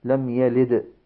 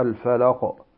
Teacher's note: القلقلة الكبرى، وهي في الساكن الموقوف عليه، سواء كان سكونه أصليا نحو لم يلد أو سكونه عارضا للوقوف عليه نحو الفلق.